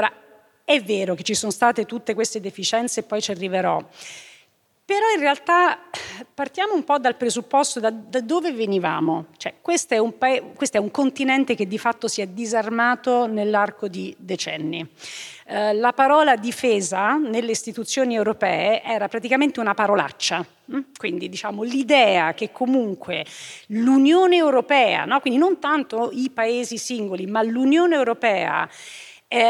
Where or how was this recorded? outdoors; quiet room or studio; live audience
live audience